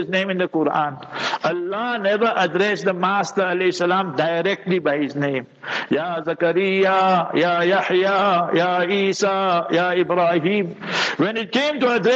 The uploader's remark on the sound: Jumah Lecture at Rainbow Masjid